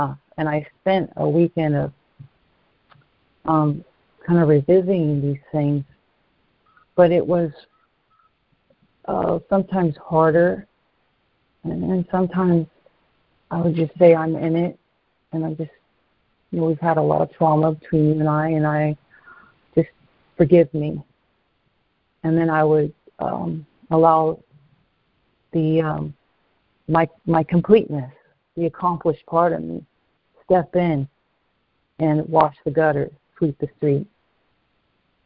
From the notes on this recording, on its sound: ACIM Daily Conference Call